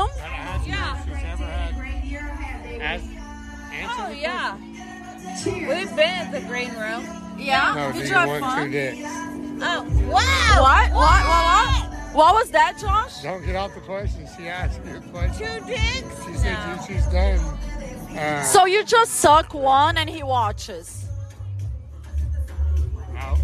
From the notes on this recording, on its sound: LIVE EPISODE FROM THE HOTTEST POOL PARTY IN VEGAS.